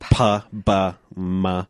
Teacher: Okay, so the very front ones that are real visible to the little kids that we talk about are the P and the B and the M because we make them with our lips. So they're called bilabial sounds because they use both your lips.